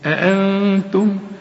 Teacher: بس خد بالك النون عايزة غنة، كل نون بدون تشكيل خد بالك منها قبل ما تنطق، شوف وضعها إيه، دي عايزة غنة.